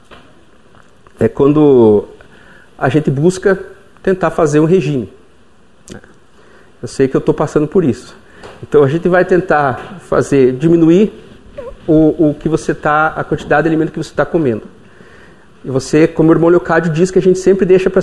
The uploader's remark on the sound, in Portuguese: Palestra ao Público